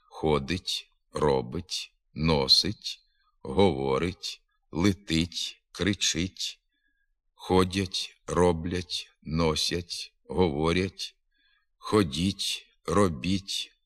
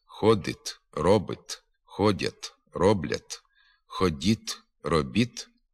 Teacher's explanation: У дієслівних закінченнях третьої особи однини і множини теперішнього часу та другої особи множини наказового способу звук «т» вимовляється м'яко. · Shown in: first take